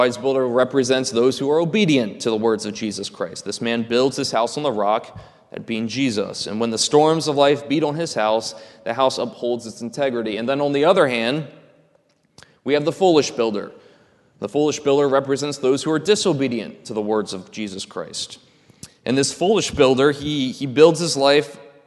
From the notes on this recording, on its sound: This is a sermon recorded at the Lebanon Bible Fellowship Church in Lebanon, PA during the evening worship service